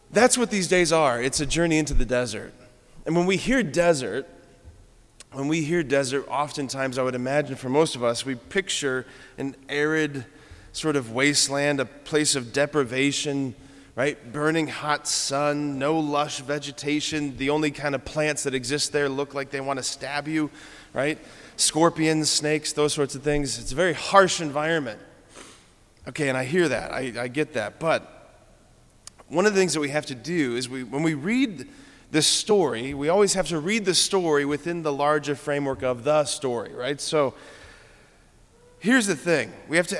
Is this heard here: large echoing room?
yes